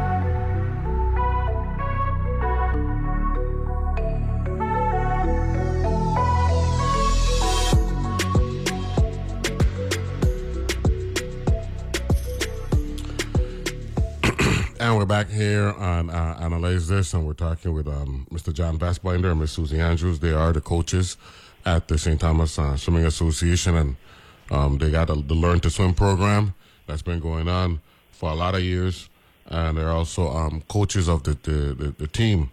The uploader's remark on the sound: joined on the phone